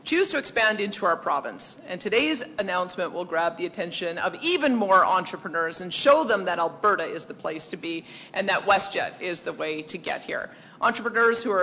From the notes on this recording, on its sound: delivered remarks at a WestJet event